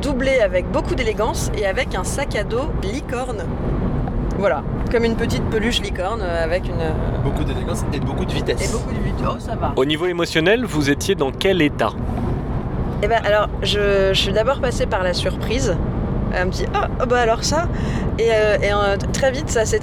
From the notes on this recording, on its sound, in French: On en à fait un LAPEUPRET en voiture. Soit un épisode avec beaucoup de bruits de fonds, rapport à la technique approximative de LAPEUPRET. Enregistrement : le Stitre : le studio de la Litre.